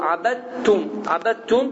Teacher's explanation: Abəddum, abəddum dəl yazıldığı halda oxunmur. Dəl yazılsa da burada bu həmin sözdə tələffüz olunmur və tə hərfi şəddələnir və abəddum deyə tələffüz olunur. · Term: idğam